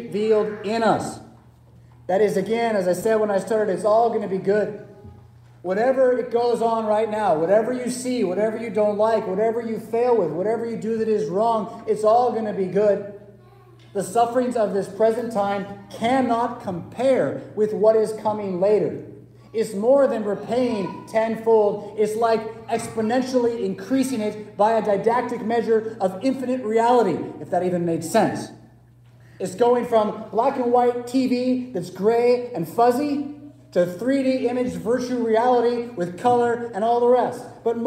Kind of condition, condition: setting, large echoing room